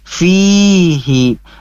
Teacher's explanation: Di sini ada kasrah bertemu ya sukun, diayunkan saja dua kali ayunan.